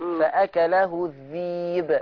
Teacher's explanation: ما تنسيش قلقلة الباء وقفة